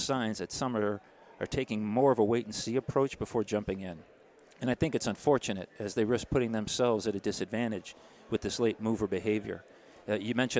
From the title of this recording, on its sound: Live at AFPM